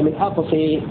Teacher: إذا وقفنا على كلمة من أقصى نميلها لحمزة والكساء من أقصى. أما في حالة الوصف من أقصى المدينة فلأجل الساكنين بنحذف الساكن الأول اللي هو الألف فلا تمام. · Term: إمالة